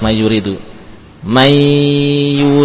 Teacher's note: masih ada sifat yang tersisa pada huruf ya, ya, misalkan mayuridu, masih ada sifat apa? Gunnah. Gunnah adalah sifat nun, bukan sifat ya. · Term: sifat gunnah